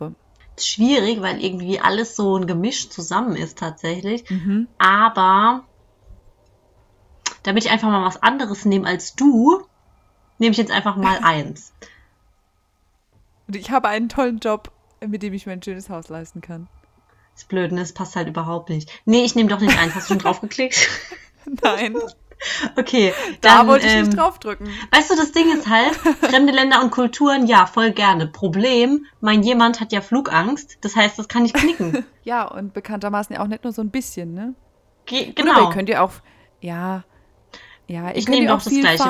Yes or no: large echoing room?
no